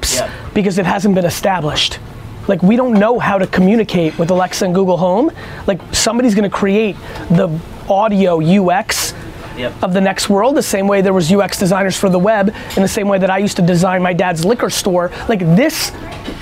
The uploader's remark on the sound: A Live Q&A In an IHOP In Minneapolis